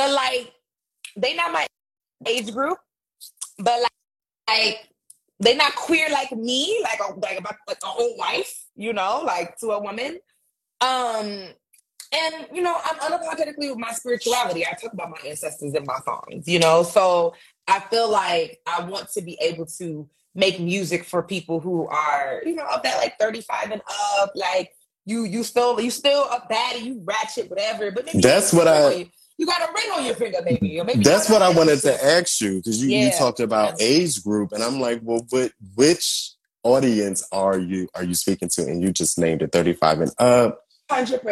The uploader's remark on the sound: The audio from my InstaLive conversation.